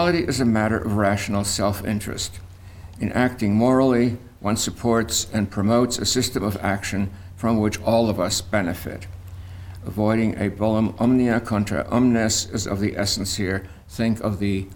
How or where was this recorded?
large echoing room